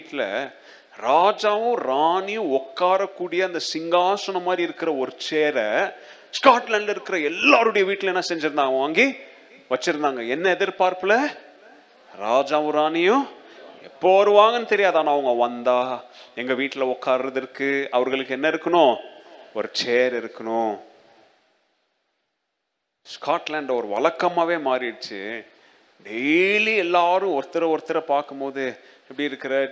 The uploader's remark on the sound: Second Service Sermon Live